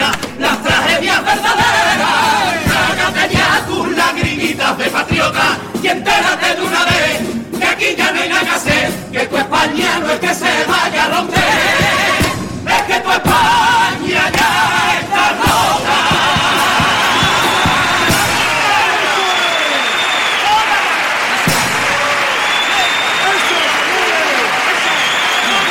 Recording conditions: live audience